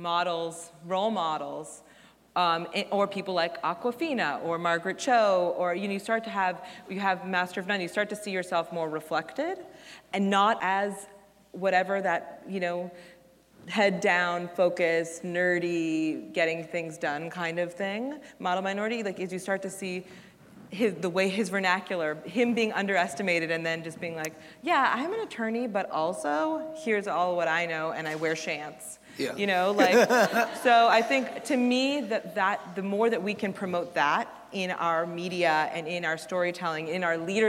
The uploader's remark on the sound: It’s our very first live show, Mash-Ups! This program was taped at Scripps College's Garrison Theater as part of its public programming series, Scripps Presents.